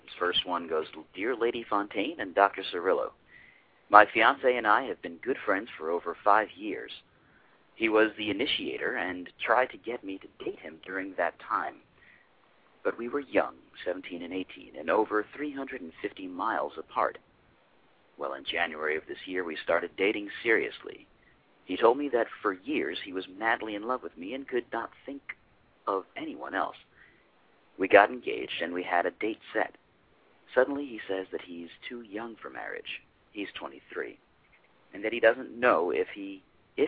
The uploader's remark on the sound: Live call-in radio talk show.